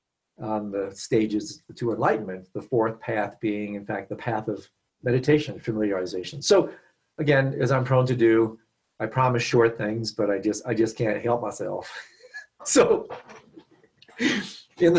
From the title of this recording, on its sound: Virtual Weekly Hangout